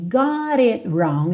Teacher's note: o got ganhou rarará no T e a gente tem got it wrong.